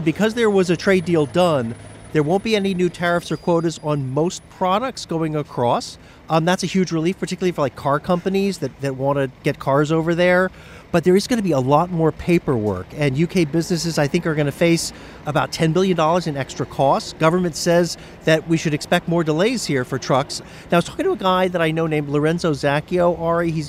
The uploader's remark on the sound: Reports on mixed views about the new deal from a highway outside the Port of Dover along the English Channel, where truckers are trying to cross the border before rules change in the new year.